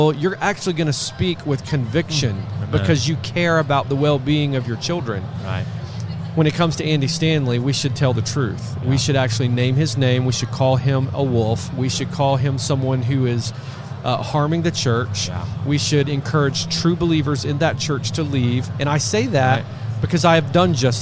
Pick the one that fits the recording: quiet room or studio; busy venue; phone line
busy venue